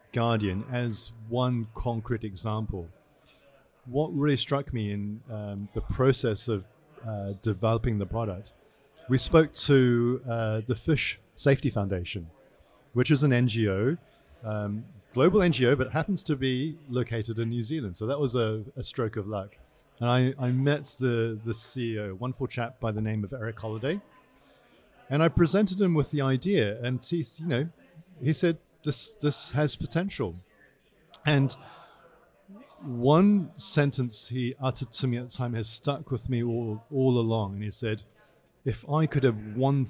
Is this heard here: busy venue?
yes